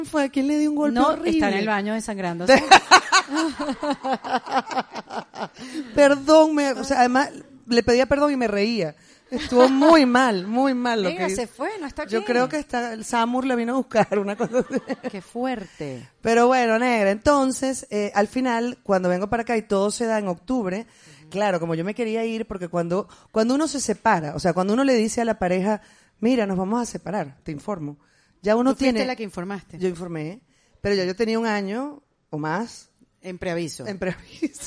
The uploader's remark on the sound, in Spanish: Volvimos a juntarnos frente a un micrófono. Episodio grabado con un hermoso público en vivo en Madrid.